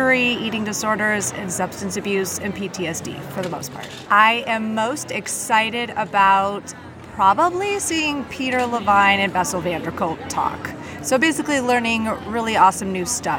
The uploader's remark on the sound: Having Fun at The Evolution of Psychotherapy Conference: Talking about Modern Therapist Problems in the Exhibitor Hall.